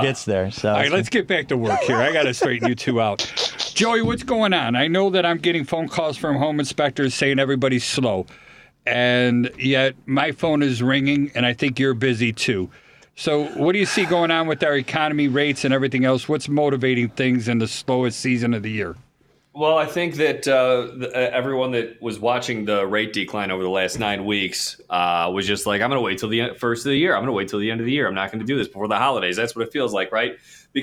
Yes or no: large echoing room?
no